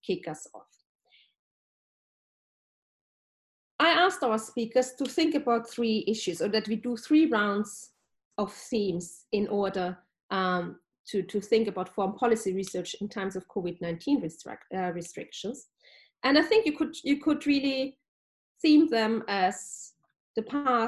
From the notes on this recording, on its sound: This podcast is a recording of the NORTIA webinar